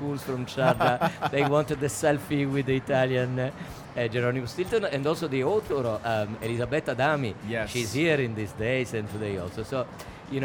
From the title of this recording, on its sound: Live from SIBF 2022